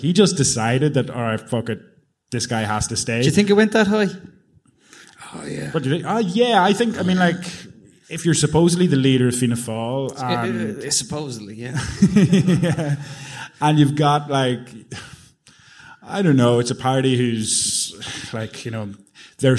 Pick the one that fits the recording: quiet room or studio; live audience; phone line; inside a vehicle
live audience